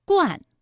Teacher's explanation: 它的前鼻韵母是乌安 · Term: 前鼻音